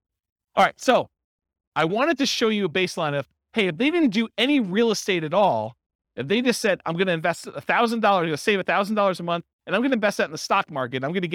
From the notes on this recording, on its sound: This was a live class recorded.